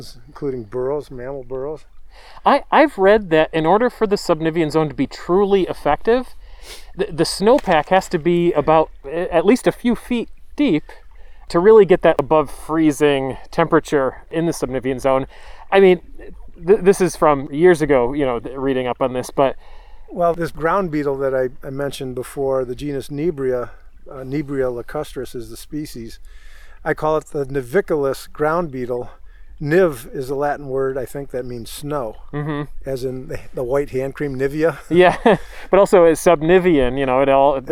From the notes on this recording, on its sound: This episode was recorded in February 2021 at the Deer Lick Conservation Area , a Nature Conservancy property, located in Gowanda, NY. This episode was recorded in February 2021 at the Deer Lick Conservation Area , a Nature Conservancy property, located in Gowanda, NY.